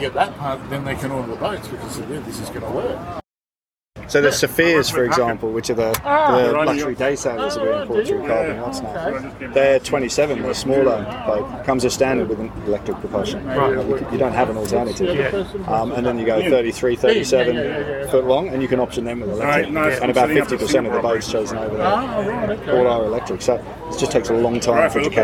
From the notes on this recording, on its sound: recorded at the Sydney Boat Show